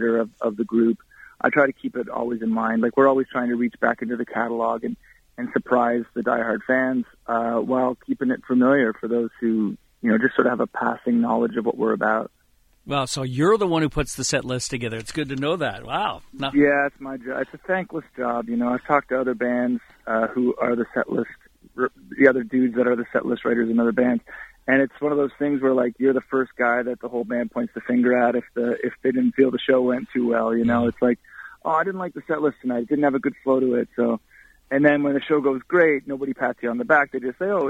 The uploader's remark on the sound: called